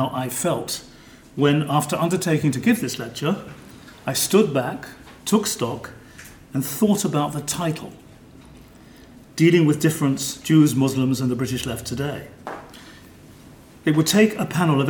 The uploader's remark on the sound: This paper was given on 16 May 2013 at the German Historical Institute London as part of the European Leo Baeck Lecture Series London, 2013.